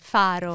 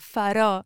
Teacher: Farò, perfetto, with that accent at the end, because otherwise it would mean lighthouse, faro. Faro, so it's really important to stress the O · Shown in: second take